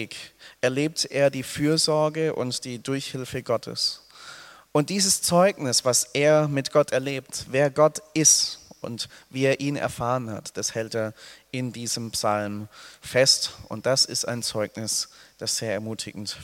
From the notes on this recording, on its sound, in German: aus dem Gottesdienst der Liebenzeller Mission